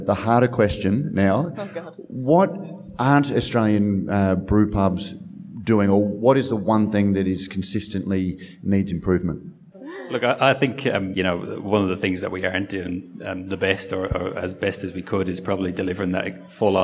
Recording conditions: busy venue